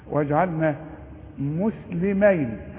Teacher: والجيم تقل قل وتعطش ما دام عليها السكون